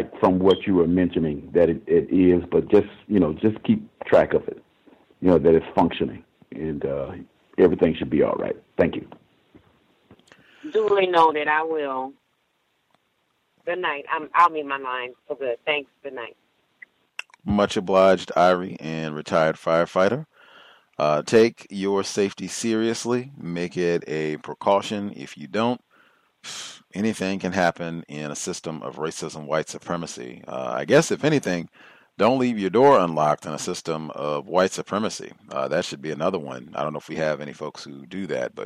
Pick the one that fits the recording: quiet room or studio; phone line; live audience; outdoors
phone line